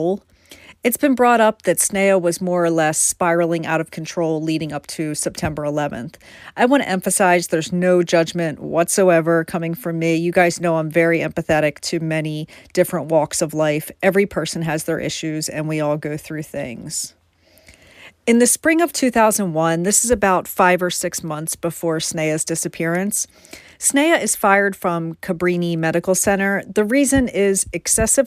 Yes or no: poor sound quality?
no